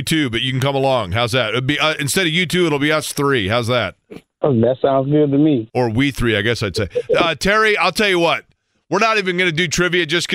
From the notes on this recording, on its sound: take a couple phone calls